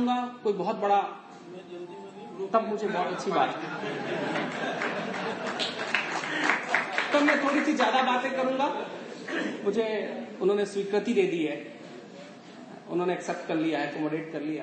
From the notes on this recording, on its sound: Delivered his speech during a Jain organisation convention on peace and prosperity in Goa.